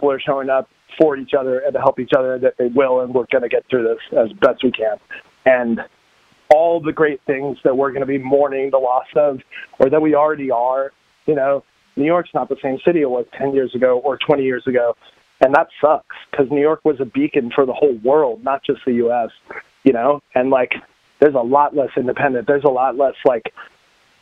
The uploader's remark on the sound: The interviews on this episode were conducted by phone in accordance with public health officials’ social distancing recommendations.